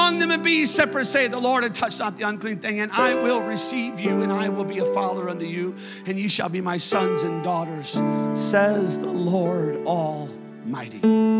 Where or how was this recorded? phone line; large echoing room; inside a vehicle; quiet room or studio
large echoing room